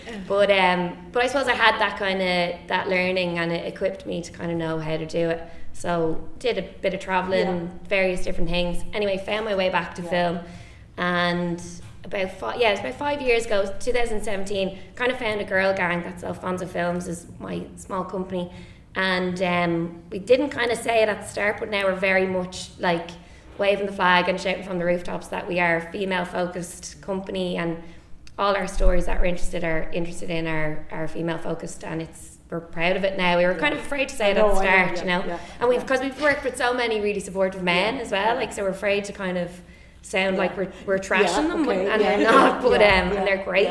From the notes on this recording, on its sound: A Live Panel Podcast from WFT & WGI. Moderated a lively panel discussion.